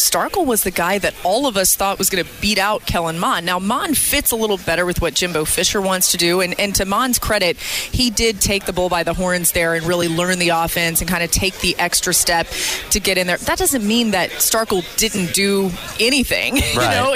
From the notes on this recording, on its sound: kick off SEC Media Days LIVE from Hoover